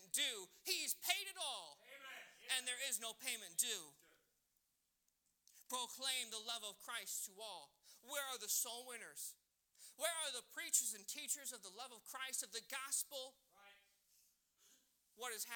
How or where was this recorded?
large echoing room